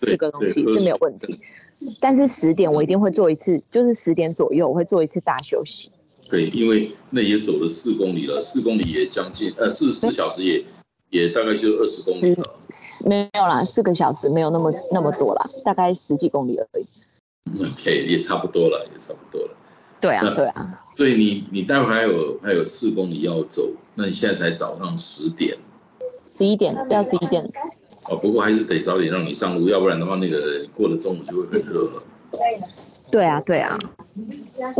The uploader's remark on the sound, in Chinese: 本集於住宿公共空間進行錄音，故會出現些許背景音，若影響收聽品質請見諒!